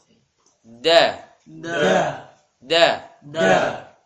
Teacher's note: Jadi dari segi nafas dia jahr, suara syiddah.